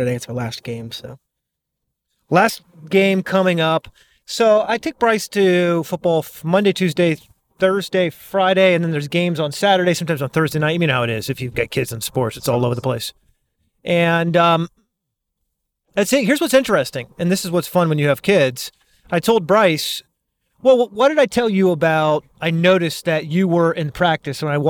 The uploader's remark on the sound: While driving to football practice.